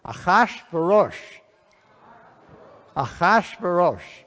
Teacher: And the accent is on the second and fourth syllable.